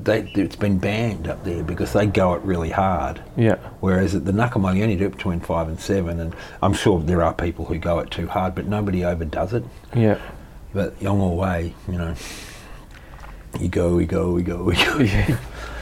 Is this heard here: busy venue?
no